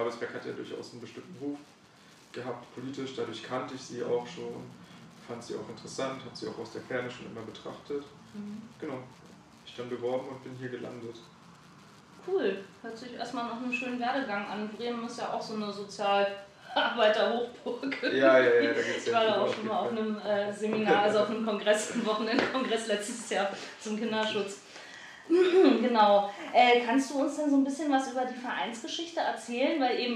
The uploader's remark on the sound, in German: Wir entschuldigen uns für die etwas schlechte Tonqualität